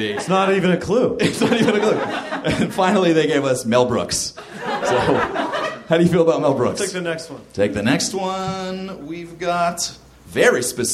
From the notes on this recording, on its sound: Live from the Nerdmelt Theater in LA